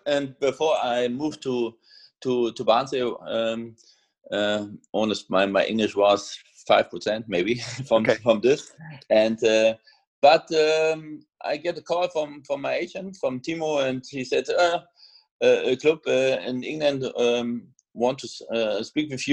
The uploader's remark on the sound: we caught up over Zoom to talk it all through